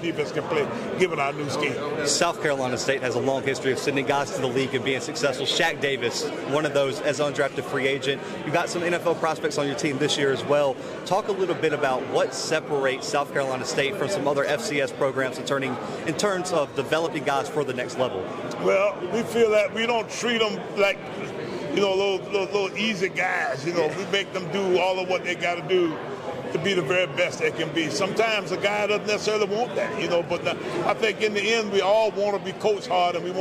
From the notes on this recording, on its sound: live from MEAC Media Day in Norfolk, Virginia